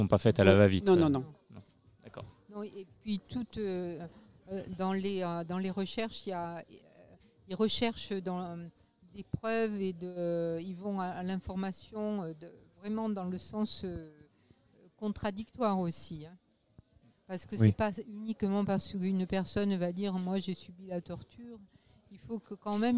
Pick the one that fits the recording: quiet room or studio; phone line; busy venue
busy venue